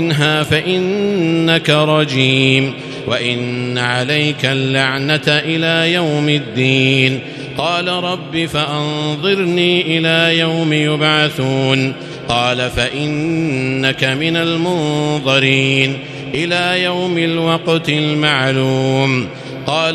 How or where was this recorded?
large echoing room